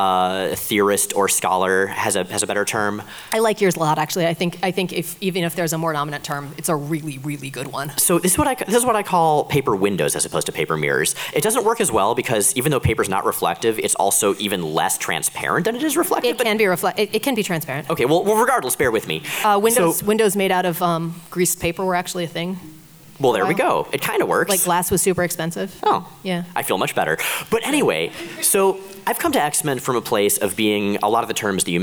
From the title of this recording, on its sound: Live at Rose City Comic Con